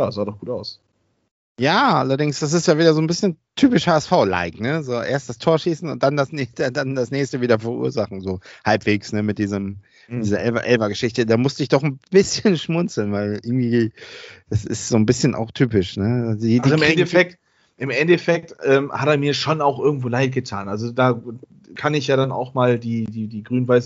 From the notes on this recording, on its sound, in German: Aufgezeichnet am 05.08.2021 via Skype